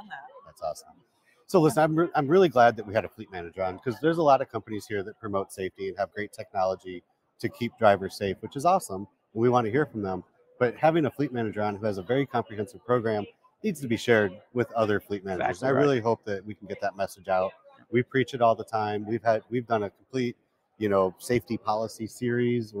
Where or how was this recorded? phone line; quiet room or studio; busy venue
busy venue